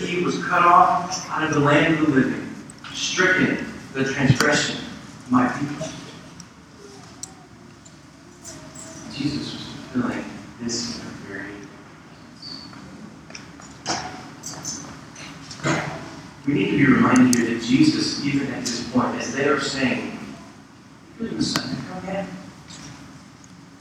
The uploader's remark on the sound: Service of Redemption Hill Church. There was some technical difficulty with the recording Sunday morning.